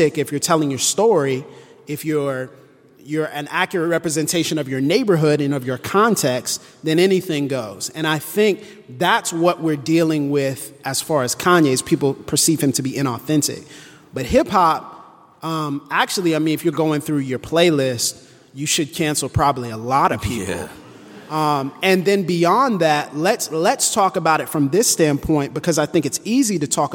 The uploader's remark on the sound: Live From New York and answering questions for the audience!